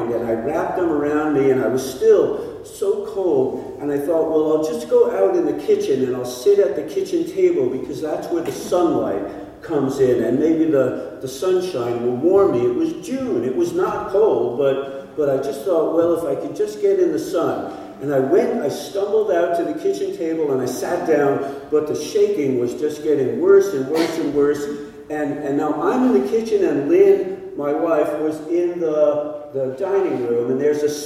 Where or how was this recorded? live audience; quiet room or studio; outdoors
live audience